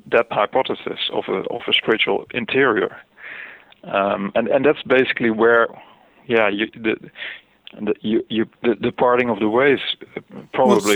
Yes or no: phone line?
yes